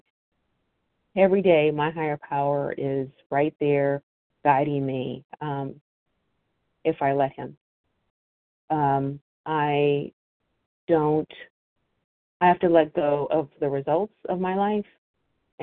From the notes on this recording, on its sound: from the 100 Pounders Phone Meeting